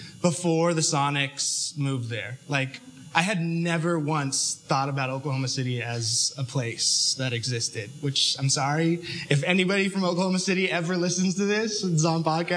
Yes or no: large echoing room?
yes